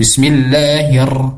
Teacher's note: Ra itu yang pertama, getarannya tidak boleh berlebihan, dan ketika pengucapan ra, bibirnya tidak boleh digerakkan ya, kecuali dalam posisi dia berharakat dhamma seperti ru ru, nah baru bibirnya bergerak, tapi selain dari itu tidak boleh bergerak.